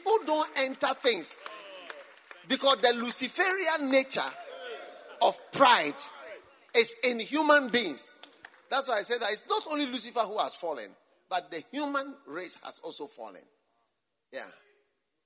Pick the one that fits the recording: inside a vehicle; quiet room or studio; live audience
live audience